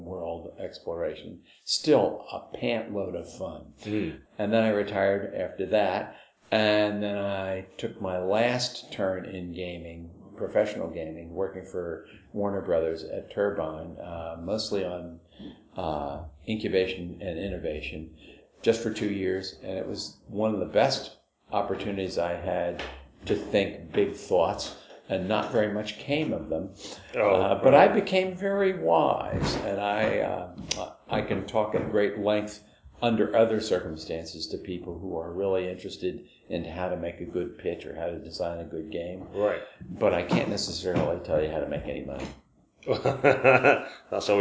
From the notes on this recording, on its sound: We recorded live where we could and as a result incidental sounds intrude. At The Kraken. Splashed out on a new recording device.